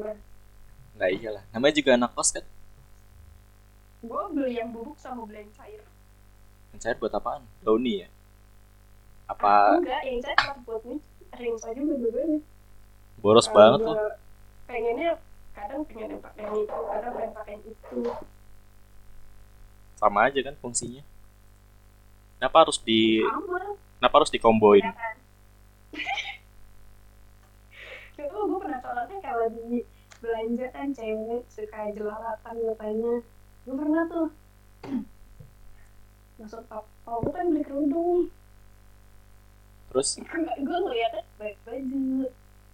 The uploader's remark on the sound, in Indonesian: Audio yang jelek membuat kita semakin yakin dalam bergibah ria.